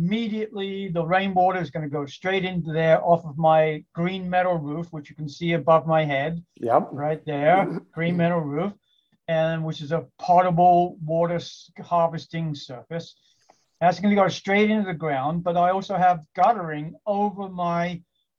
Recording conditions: video call